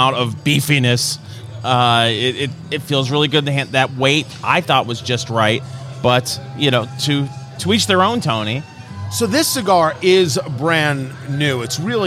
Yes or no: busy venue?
yes